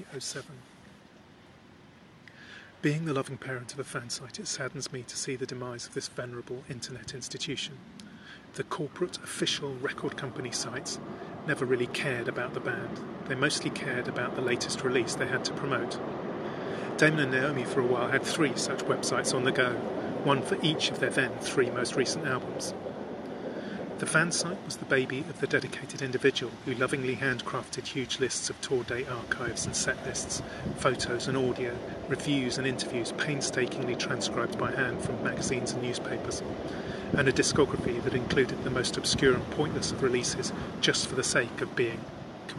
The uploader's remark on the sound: This podcast was recorded by the river at Kew with accompaniment from ducks, trains, boats, and the tide. The whistle at the end is the sound of a District Line train going over Kew Bridge, and the wash lapping my feet is from a tourist boat heading towards Richmond.